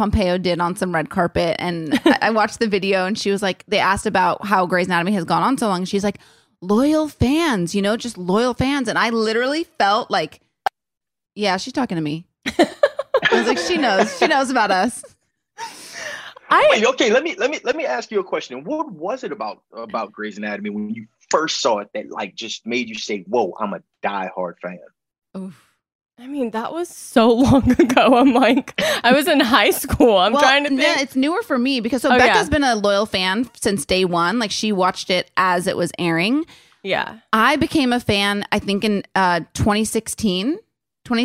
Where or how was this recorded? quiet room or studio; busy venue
quiet room or studio